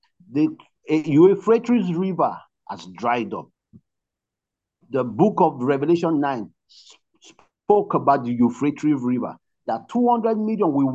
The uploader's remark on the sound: Night Vigil Zoom meeting with The Team Nehemiah Brethren.